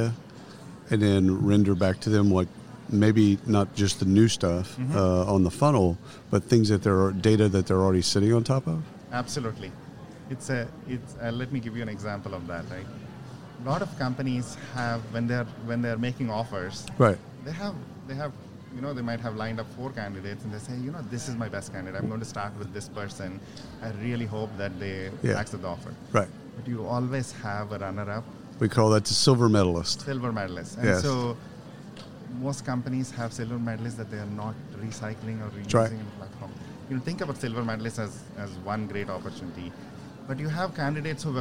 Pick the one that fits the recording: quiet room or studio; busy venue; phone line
busy venue